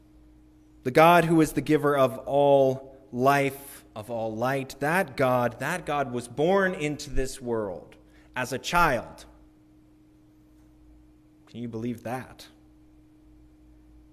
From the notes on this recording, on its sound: Recorded at the Christmas Eve Candlelight Service December 24, 2022. Music recorded during worship.